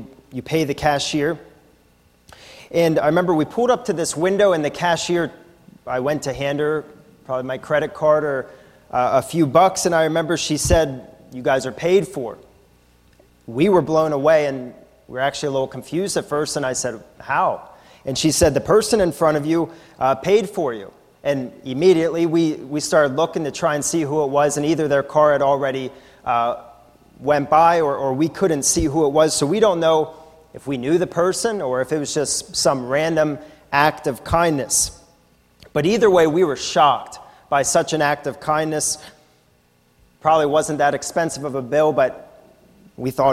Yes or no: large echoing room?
yes